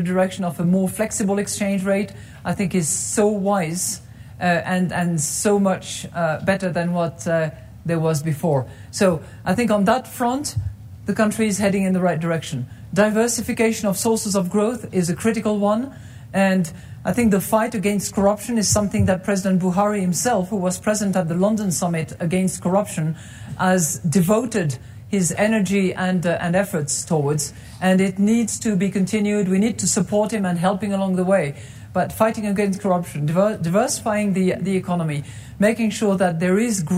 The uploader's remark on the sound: spoke at the Aspen Ideas Festival in Aspen, Colorado.